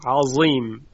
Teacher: مثلا عظیم رو الان در لهجه های عامیانه مصری عظیم میگویند، عظیم به این صورت، یه چیز شبیه زه هستش اما صدای اون درشته